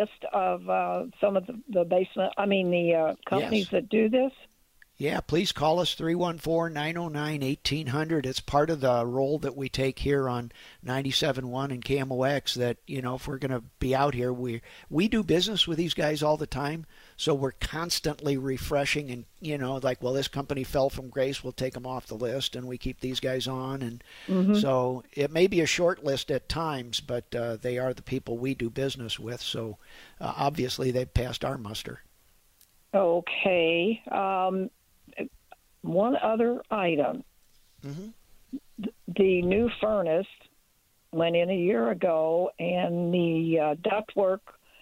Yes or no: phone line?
yes